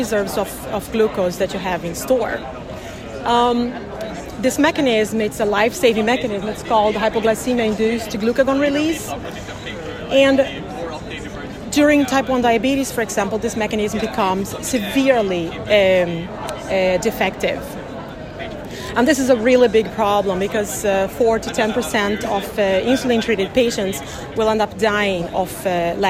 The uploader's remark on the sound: recorded during the ADA 2023 Conference